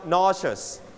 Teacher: But in American, we pronounce sh.